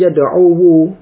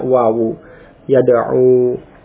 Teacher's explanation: Tapi karena itu sulit atau fiqal, ya, berat atau sulit untuk diucapkan, yad'uwu, maka dhammah itu ditakdirkan. Dhammah pada wawu ditakdirkan, tidak ditampakkan. Sehingga cukup diucapkan yad'u.